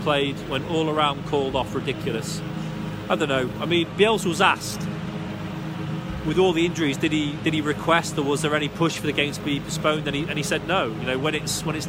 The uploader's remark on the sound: Live in the ground with another post-pod as Leeds lose out to Arsenal.